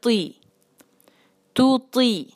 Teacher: تو یہ تو جو ہے وہ ہیوی لیٹر ہے لیکن کسرہ کے ساتھ ذرا باریک ہو جائے گا، تھوڑا سا باریک ہو جائے گا، تو ہو جائے گا تی تو تی.